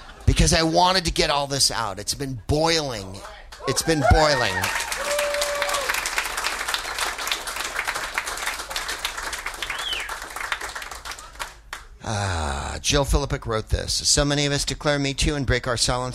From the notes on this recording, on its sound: Live from the Halifax Comedy Festival